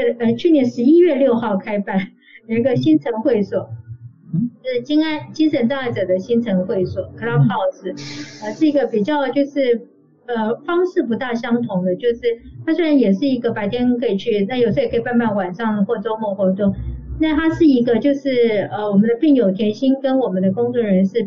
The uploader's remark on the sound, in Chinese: 本集採線上錄音，音質欠佳請見諒